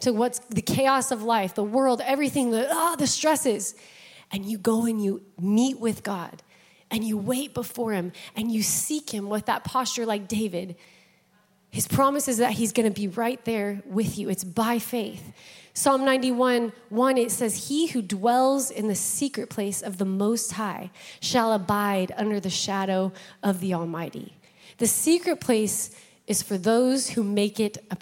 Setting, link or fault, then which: setting, large echoing room